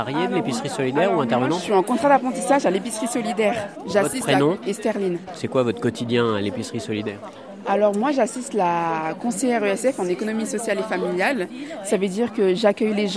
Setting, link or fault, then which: setting, busy venue